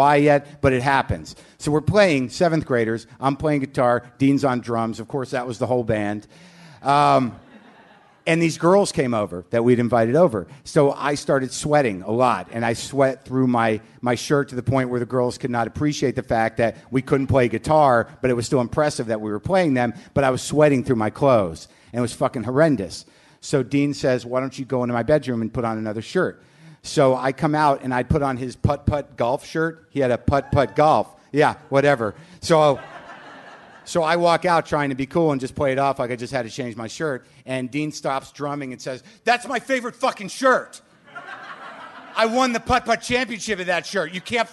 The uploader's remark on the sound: Live from The Bell House in Brooklyn